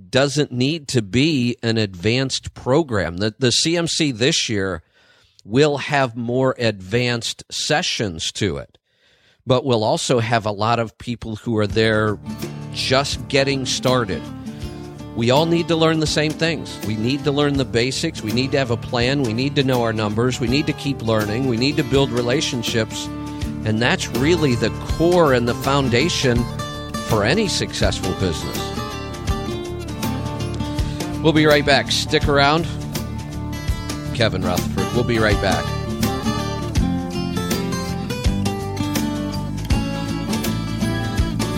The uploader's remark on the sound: Today we have a bunch of calls.